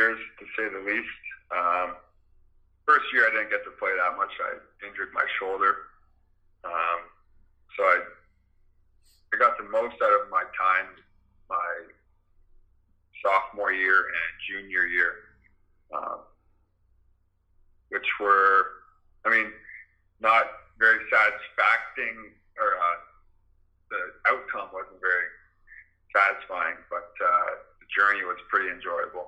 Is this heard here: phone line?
yes